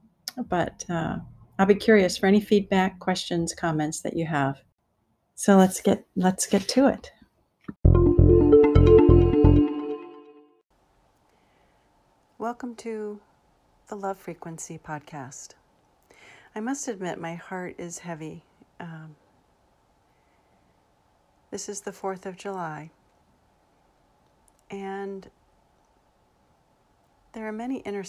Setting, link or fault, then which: fault, sounds in the background